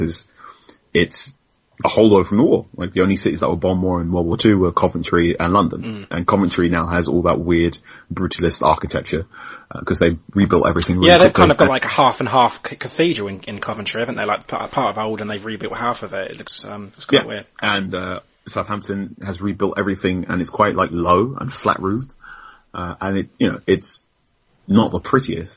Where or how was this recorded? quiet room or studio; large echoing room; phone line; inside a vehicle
quiet room or studio